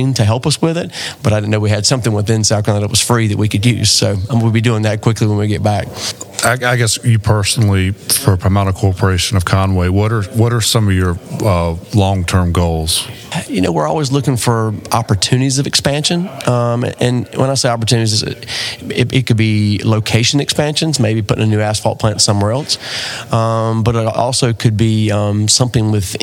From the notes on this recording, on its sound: recorded at the 2023 South Carolina Restaurant and Hospitality Association Conference in Greenville, South Carolina